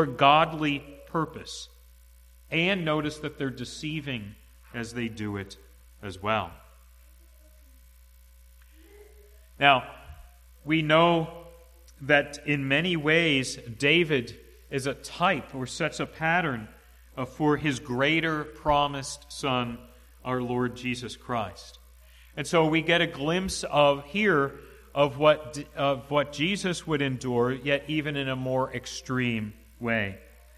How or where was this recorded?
large echoing room